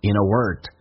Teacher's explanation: in 跟 a, in a,有连音，降调读 in a word